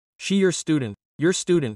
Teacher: And when we join it quickly, the R in your is not pronounced. She your student, it's she, you.